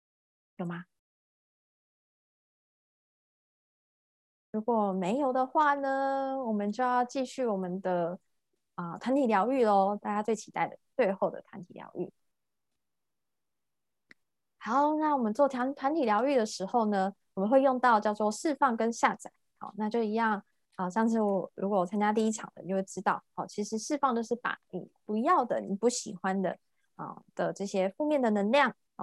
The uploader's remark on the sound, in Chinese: 聊聊好心芹ZOOM線上公益講座。